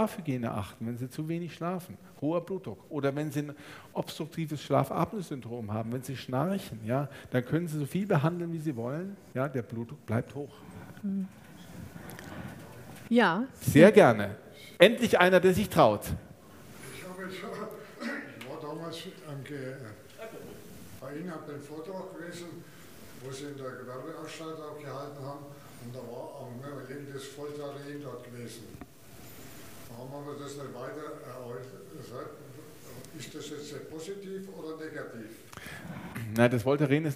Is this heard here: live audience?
yes